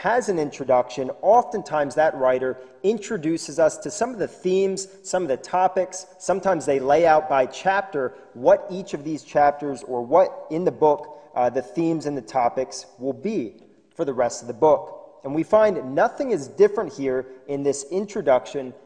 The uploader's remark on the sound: This sermon was recorded live at the Lebanon Bible Fellowship Church in Lebanon, PA on 11/29/2020 during the evening service